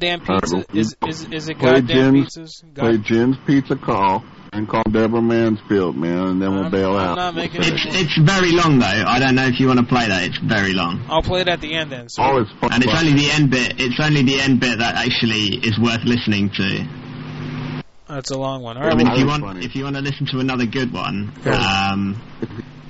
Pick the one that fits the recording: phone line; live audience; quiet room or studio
phone line